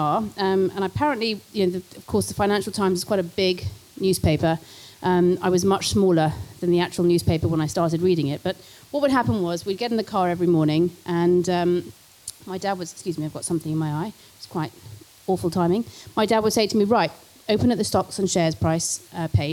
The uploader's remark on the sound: This talk was recorded at the Vevolution Plant-Based Business Bootcamp